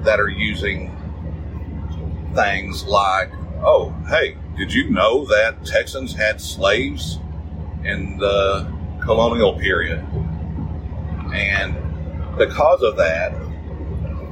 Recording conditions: poor sound quality